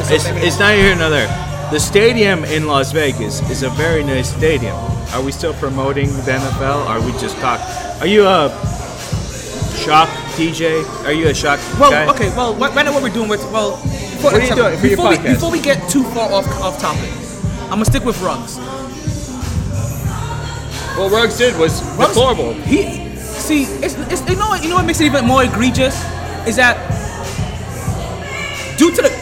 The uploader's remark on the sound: Live From The New Improved Sharkey's